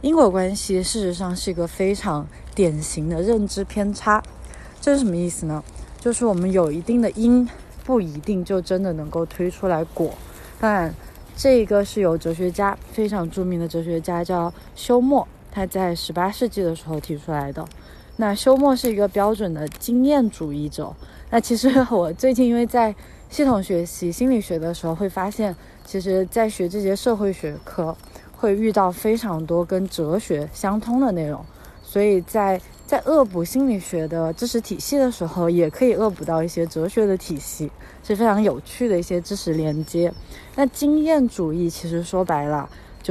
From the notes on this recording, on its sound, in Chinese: 在新冠肺炎刚刚出现时，是一边散步一边录制的。